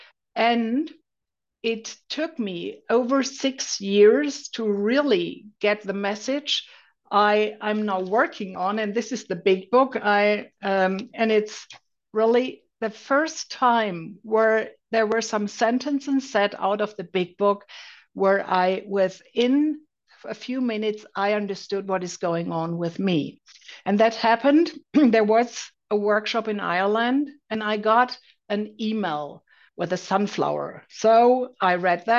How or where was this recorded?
video call